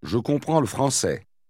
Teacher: noticing how the L sound gets tacked on to the word before